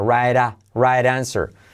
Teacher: La R que genera una U, right answer. La T de right se convierte en R suave.